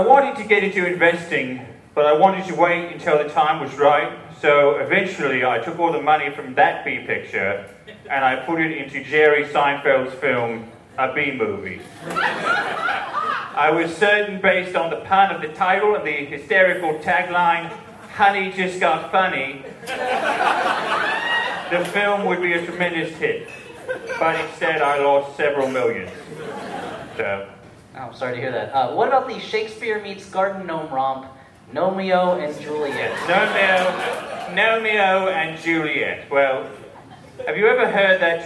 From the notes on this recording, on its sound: LIVE SHOW EXCERPT. A little something extra from our Jaws: The Revenge live screening.